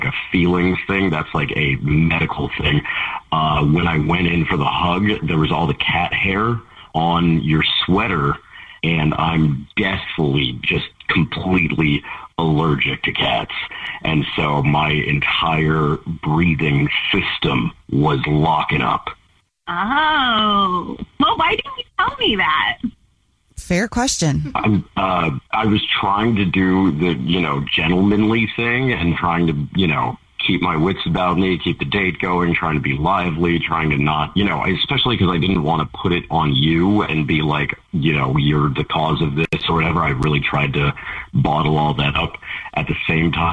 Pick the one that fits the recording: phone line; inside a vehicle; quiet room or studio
phone line